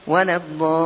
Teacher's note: كثيرا من الناس يأتي بغنة في اللام في ولا الضالين